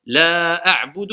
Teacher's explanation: la voyelle longue, la prolongation, elle va venir avant la hamza, mais la hamza ne fait pas partie du mot. Donc, c'est pour ça qu'on a le choix entre deux ou quatre temps.